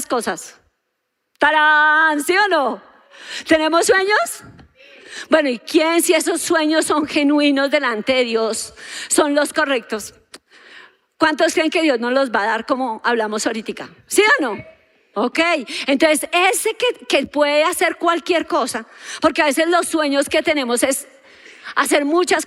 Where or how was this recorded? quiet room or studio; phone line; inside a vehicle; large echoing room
large echoing room